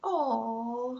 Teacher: aw is a diphthong, like when you're holding a baby. Aw. It's a longer sound.